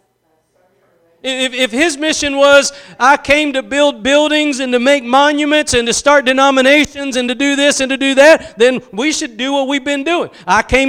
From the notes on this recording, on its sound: Preached at Gospel Lighthouse in Bossier City, La.